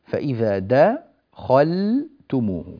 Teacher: نرقق الدال واللام، فإذا دخلتموه ونفخم الخاء في الوسط ونعطيها حقها من التفخيم دون أن تؤثر على غيرها من الحروف